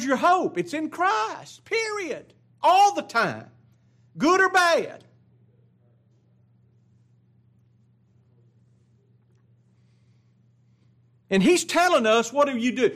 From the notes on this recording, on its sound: It was taught in the adult Bible class at Grace Baptist church of Ruston Louisiana.